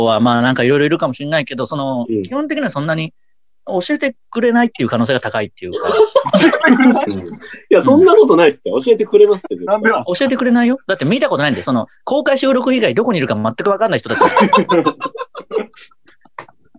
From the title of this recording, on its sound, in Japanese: リモートコラボ回